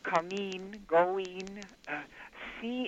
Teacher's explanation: they're changing the short I to a long E and dropping the G, the G with an N.